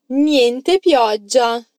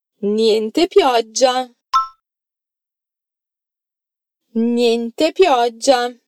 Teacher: atenção à doppia g de pioggia. Então dá aquela paradinha depois do O